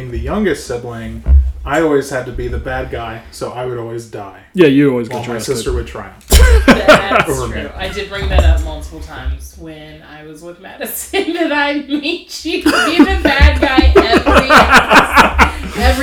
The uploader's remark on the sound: Sound is a bit rough, please be gracious.